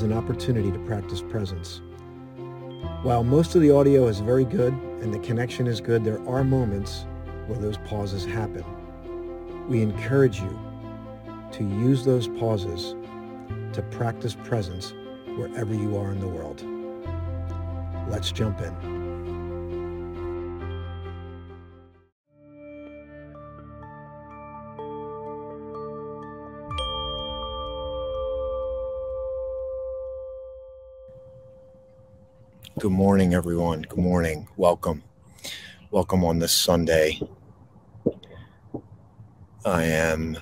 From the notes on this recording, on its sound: This Episode originally streamed live on location at Valley Forge National Park NJ. The audio from this podcast was taken directly from this live stream.